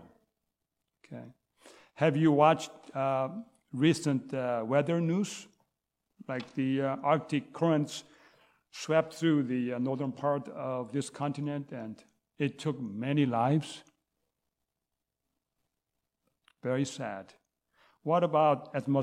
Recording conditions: large echoing room